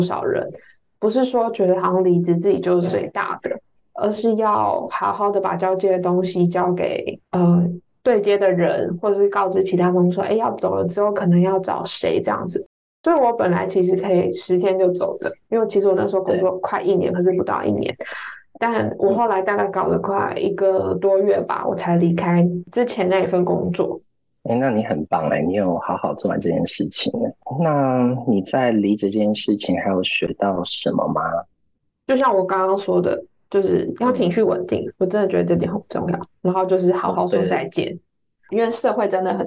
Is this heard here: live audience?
no